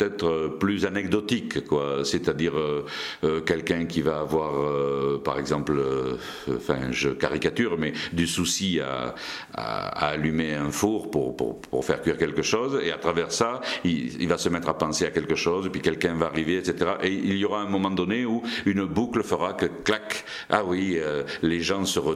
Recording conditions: busy venue